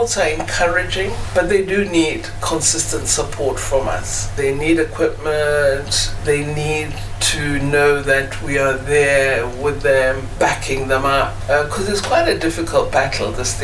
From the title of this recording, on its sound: interview with Ubuntu Radio on the sidelines SADC in Kinshasa, DRC